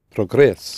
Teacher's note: The accent shifts to the end.